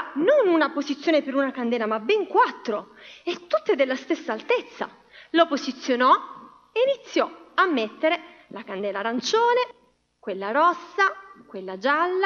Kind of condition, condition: setting, large echoing room